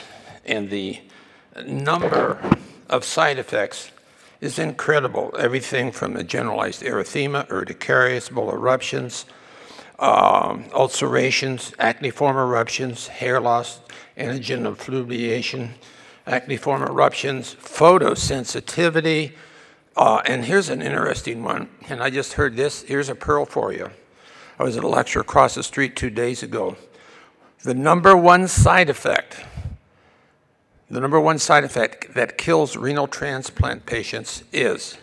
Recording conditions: large echoing room